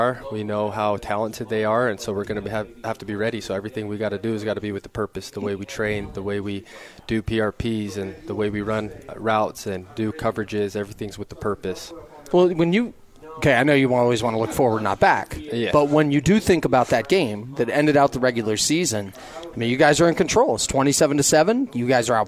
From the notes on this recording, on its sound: live from BYU Media Day